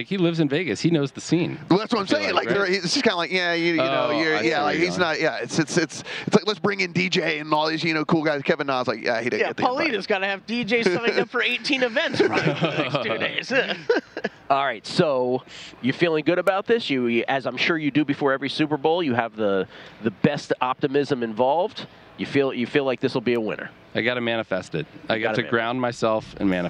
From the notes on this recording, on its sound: broadcasting live from media row